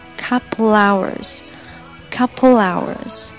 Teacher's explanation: Couple 和后面的 hours 可以做连读，就是把 couple 的后面那个卷首，嗯，和 hour 前面那个元音 out，把它连读变成 couplehours， couplehours。啊，完整的再来一遍。Hey, doesn't Ross's flight get in in